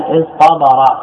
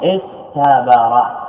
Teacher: اصطبر أصله استبر، تاء قلبت طاء · Shown in: first take · Term: إبدال